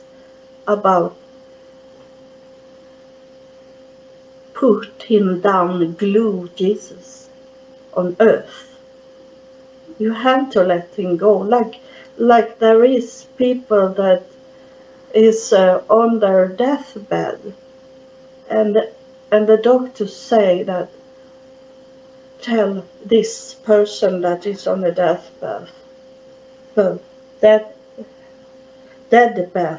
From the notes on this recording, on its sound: It was my first recording. The recording is a little blur because I didn't know how to get the best sound.